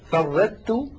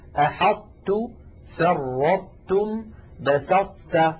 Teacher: اللوحة يظهر عليها موضوع الإدغام الناقص في الحرفين المتجانسين، وذلك إذا كان الحرف الأول منهما مطبقا نحو أحطت فرطتم بسطت، ينطبق المخرج على الحرف الأول من غير قلقلة وينفتح على الحرف الثاني الذي هو التاء · Shown in: second take